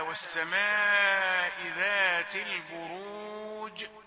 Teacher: البروج هذا مد عارض بسبب السكون العارض · Term: المد العارض